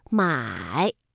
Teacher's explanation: 三声我们在读音的时候呢是先降下来然后再扬上去，买，它是一个 V 字形的读音